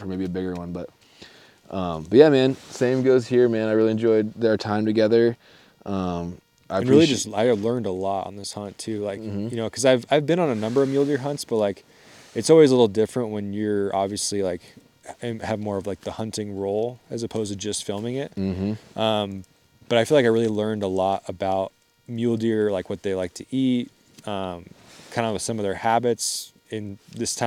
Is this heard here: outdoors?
yes